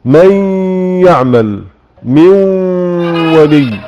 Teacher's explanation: المرتبة الثانية المدغم ناقص التشديد اللي هو مع الواو والياء